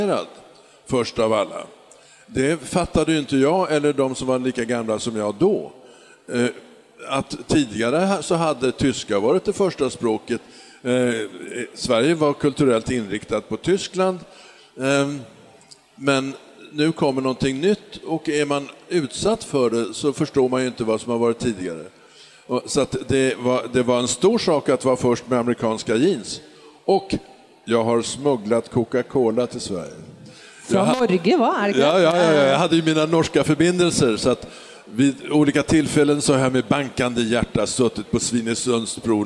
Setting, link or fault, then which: setting, live audience